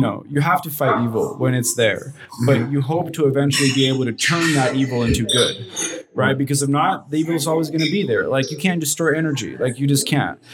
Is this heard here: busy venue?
yes